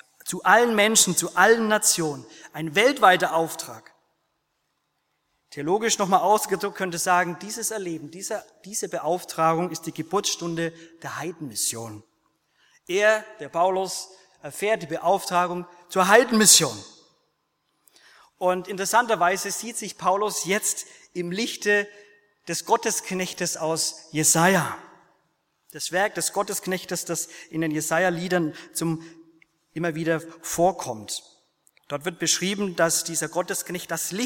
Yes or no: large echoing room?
yes